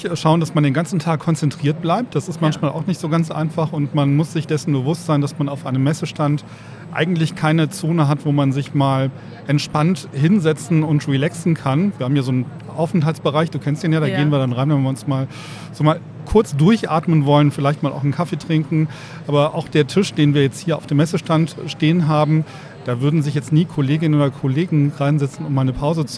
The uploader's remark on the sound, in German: Weiter geht’s live von der didacta.